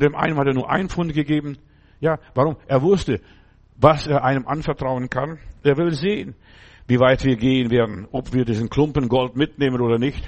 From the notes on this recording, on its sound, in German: im Gemeinde-Zentrum in Berlin aufgenommen